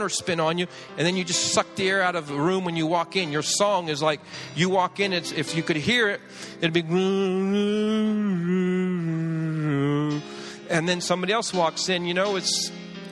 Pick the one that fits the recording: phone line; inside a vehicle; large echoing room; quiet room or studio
large echoing room